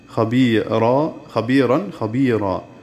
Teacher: تحويل التنوين المنصوب إلى ألف مدية عند الوقف · Term: الإبدال